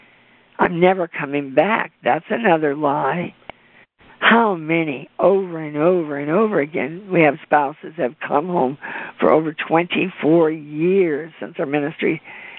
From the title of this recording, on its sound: CONFERENCE CALL